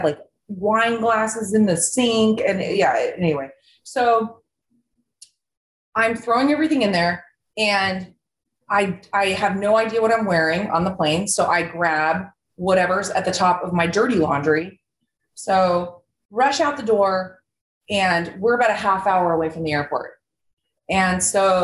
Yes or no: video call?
yes